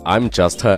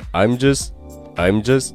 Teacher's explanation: 并且词尾的 t 美国人一般不会去把它发出来 · Shown in: second take